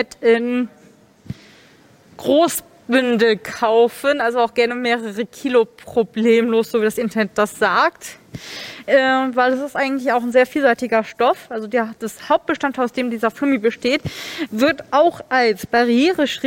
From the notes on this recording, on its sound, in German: (rc3-2021). Live auf der Bühne!